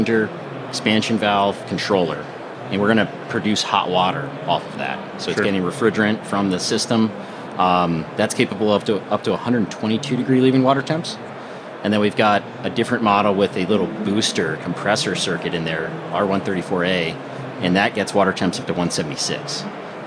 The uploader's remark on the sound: live from AHR Expo